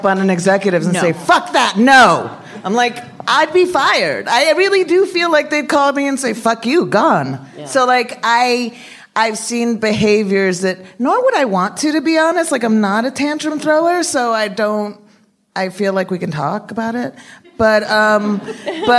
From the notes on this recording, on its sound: Live at Dynasty Typewriter in Los Angeles. Recorded Live at the Dynasty Typewriter Theater.